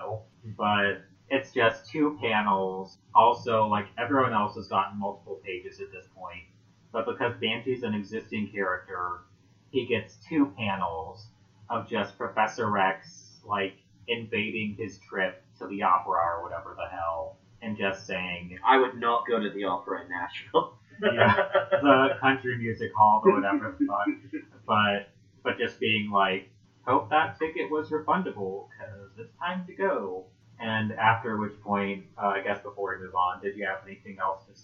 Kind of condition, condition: fault, poor sound quality